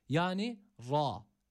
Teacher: Ra burada kalın okunması gerekiyor. Üstün bir hareke almış. Bir elif miktarı uzatıyoruz. A sesini veriyoruz.